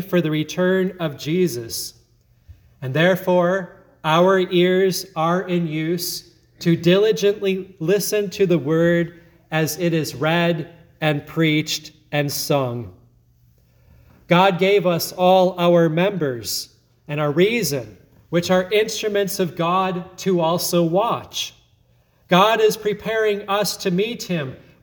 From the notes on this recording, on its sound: sermon at Grace Lutheran Church, Lexington, MO